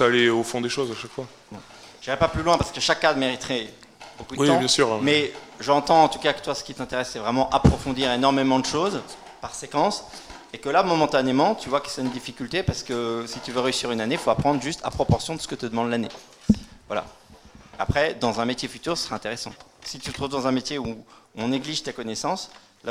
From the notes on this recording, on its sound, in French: Conférence donnée lors de l'université d'été 2018 d'Academia Christiana